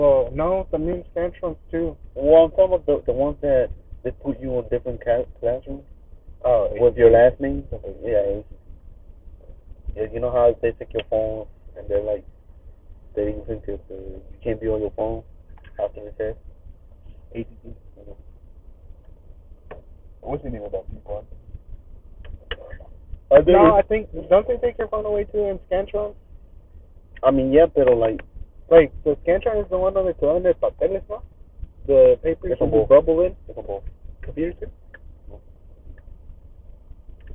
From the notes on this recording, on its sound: The audio is fucked up.